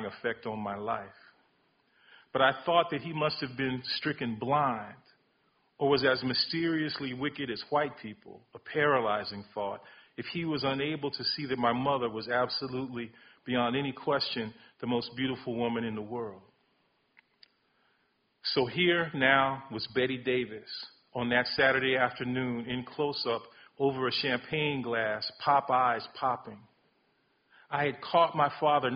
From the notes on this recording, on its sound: Recorded: October 16, 2019 6pm in May Hall: McCarthy Auditorium